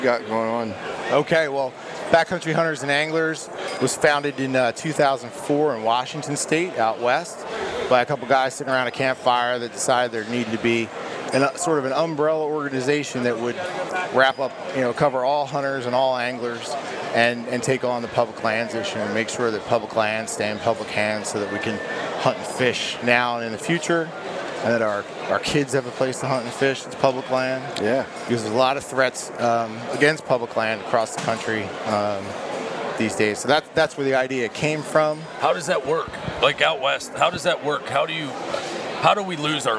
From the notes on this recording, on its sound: We are live from the Great American Outdoor Show 2018 in Harrisburg, Pa.